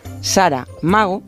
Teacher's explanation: Les pasa lo que a este concursante, que pronuncia con dos acentos independientes lo que solo lleva uno